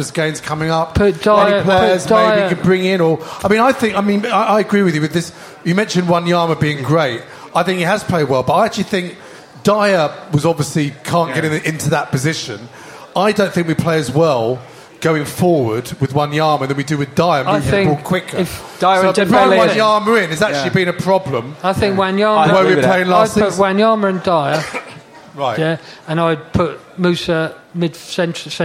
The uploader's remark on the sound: We bring you tonight's show live from the 100 Club on Oxford St